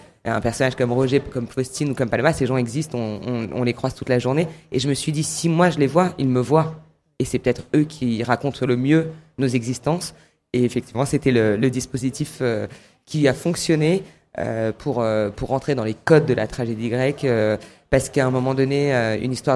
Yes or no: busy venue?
yes